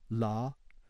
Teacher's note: our version of the voiced alveolar lateral